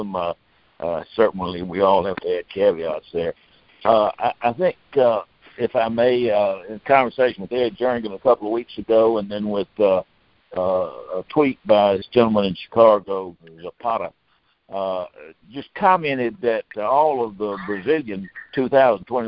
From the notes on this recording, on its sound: Monthly Conference Call